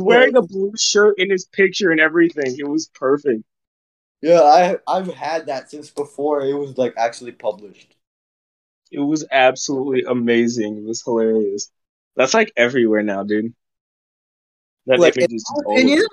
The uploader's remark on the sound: Chaos and technical difficulties